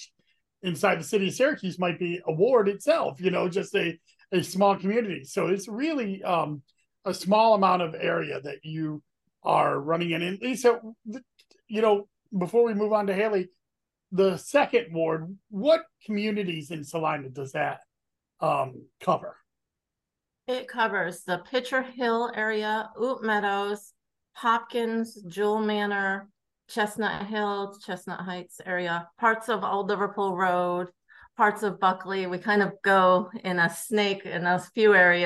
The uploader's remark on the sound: Zoom